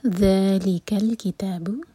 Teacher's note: ذا مد تبعی دو حرکہ لمبا، اور یہ ذال ناٹ ذا، تو بزنگ ساؤنڈ نہیں آنا چاہیے.